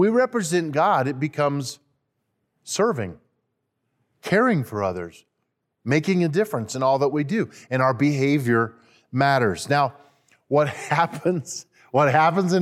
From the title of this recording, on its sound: at Timberline Church